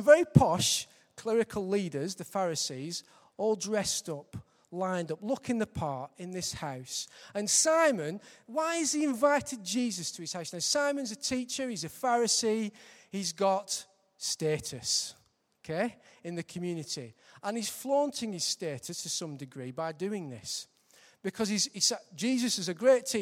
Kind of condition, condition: setting, large echoing room